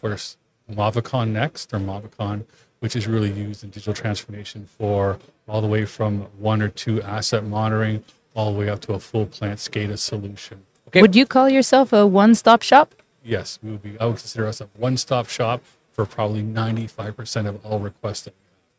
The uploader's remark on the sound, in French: En direct du Salon Industriel de Terrebonne